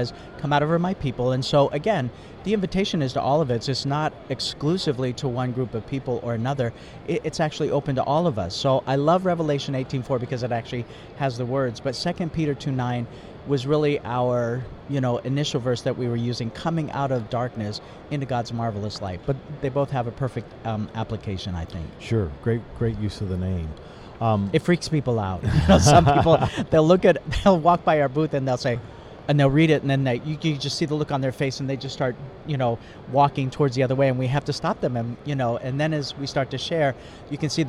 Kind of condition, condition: setting, busy venue